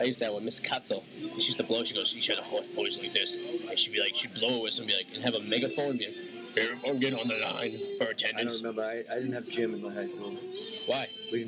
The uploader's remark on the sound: live At a restaurant revere